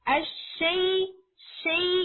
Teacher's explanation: जो शै है फतहा वो शाह की बजाय शै हो जाता है, तो वो उसकी साउंड वहां पे वीक हो जाती है